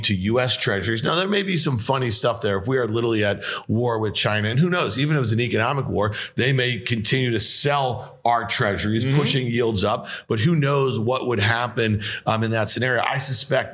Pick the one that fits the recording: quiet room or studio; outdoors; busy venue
busy venue